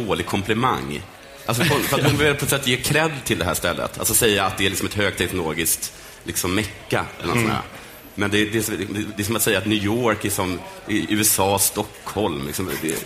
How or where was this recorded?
busy venue